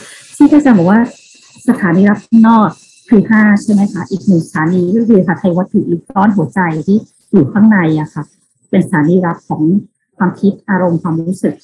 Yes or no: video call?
yes